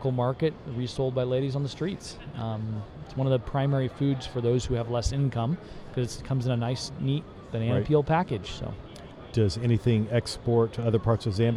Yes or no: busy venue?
yes